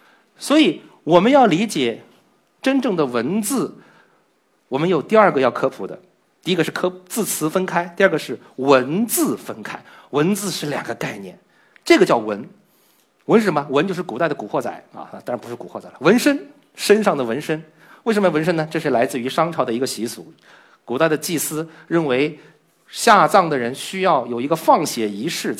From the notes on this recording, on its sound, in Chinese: 经过与现场观众的互动，有四分之三的观众认为是时间短的意思，只有四分之一的观众回答出了正确答案“看不见”。